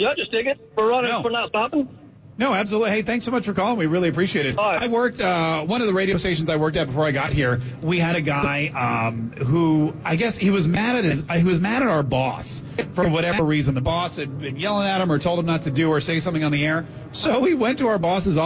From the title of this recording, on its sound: Live on Location at MAIN EVENT!